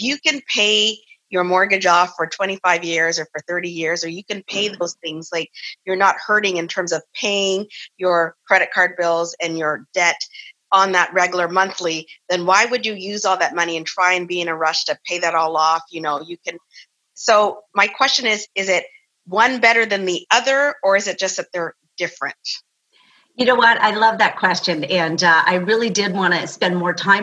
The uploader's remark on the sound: Recorded live via Zoom with the Gather Women community.